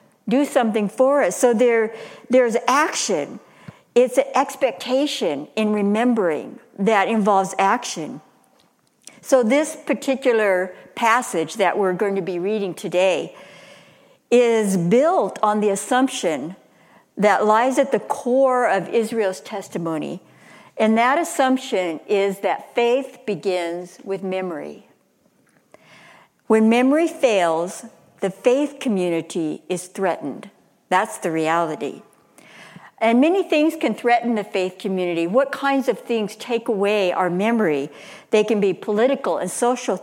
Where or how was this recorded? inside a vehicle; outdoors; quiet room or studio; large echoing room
large echoing room